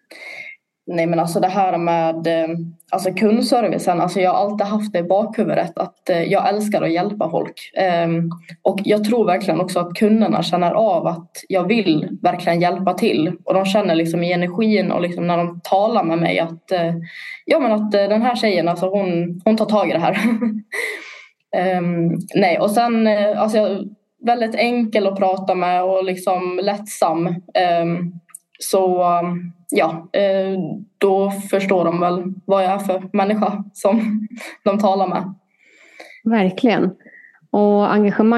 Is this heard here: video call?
yes